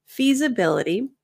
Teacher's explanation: The S in feasibility sounds more like a Z. So you'll notice there's a little bit of vibration. So if you're saying feasibility, that's going to sound accented.